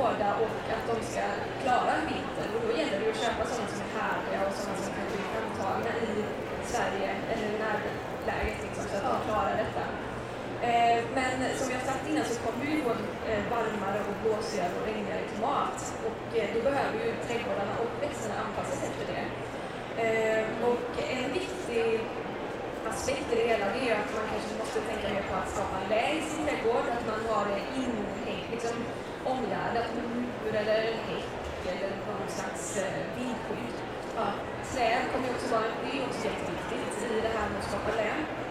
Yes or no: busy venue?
yes